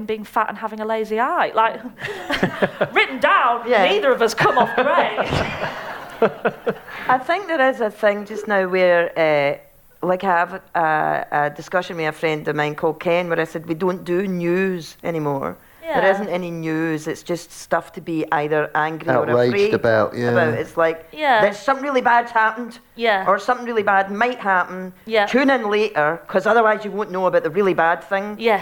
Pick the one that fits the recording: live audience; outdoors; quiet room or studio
live audience